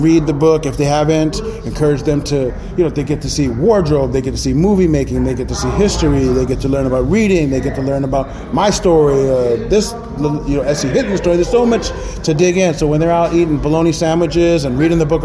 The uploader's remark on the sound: Live from Philly. At The Voltage Lounge in Philadelphia.